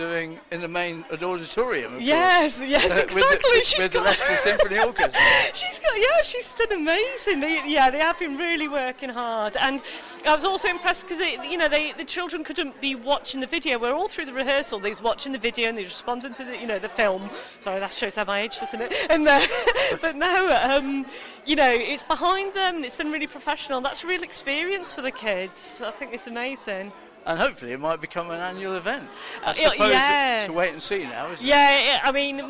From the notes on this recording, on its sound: This episode was recorded at Leicester’s de Montfort Hall on the evening of March 5th 2022 when a special event took place, organised by Drum and Brass.